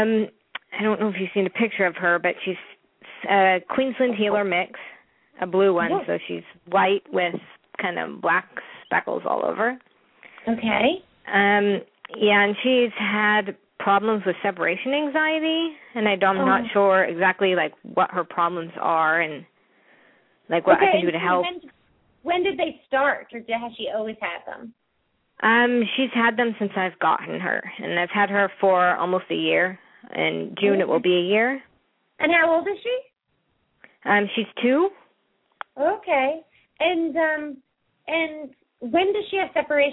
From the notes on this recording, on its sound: open up the lines for listeners to call